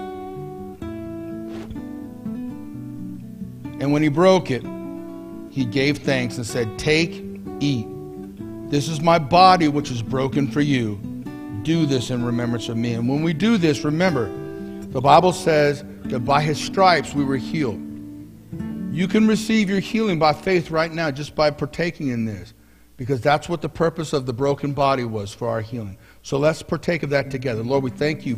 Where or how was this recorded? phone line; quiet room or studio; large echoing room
large echoing room